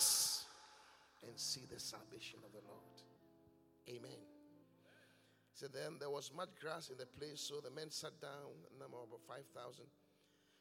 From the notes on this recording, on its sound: Preached at The Qodesh